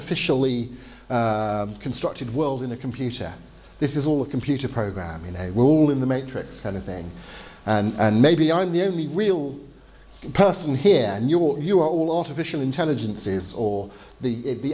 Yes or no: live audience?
yes